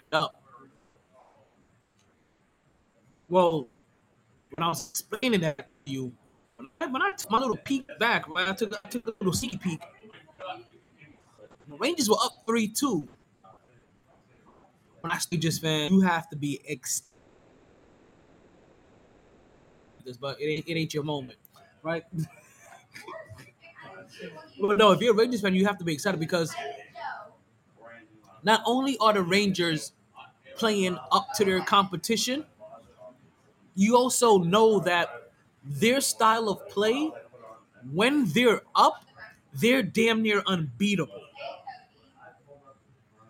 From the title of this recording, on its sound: Live From Sharkey’s, Interview in the Rain